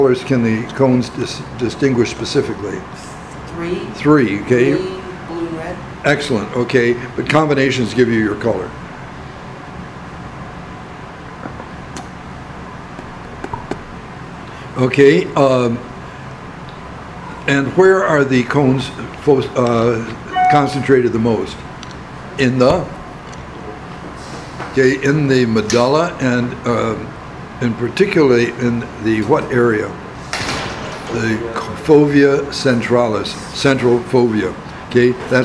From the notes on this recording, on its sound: Recording of discussion with the class on the midterm.